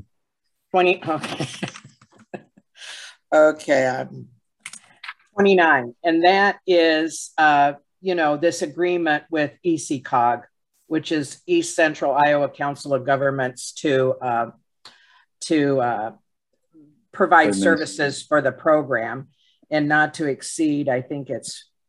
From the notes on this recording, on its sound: University Heights City Council Meeting of September 13, 2022 was held on Zoom.